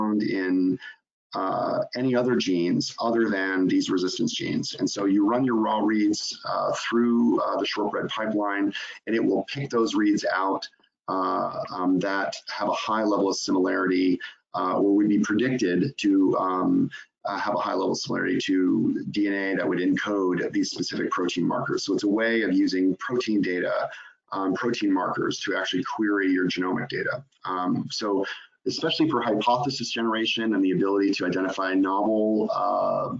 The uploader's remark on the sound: In this live webinar